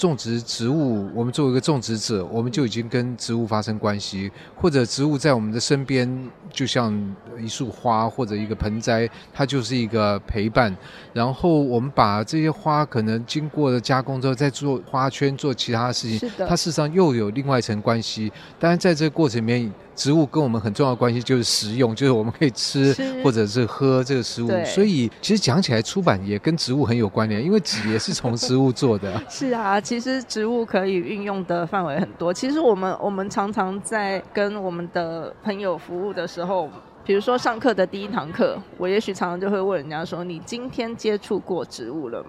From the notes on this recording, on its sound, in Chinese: 2023台北國際書展 特輯。活動現場訪談。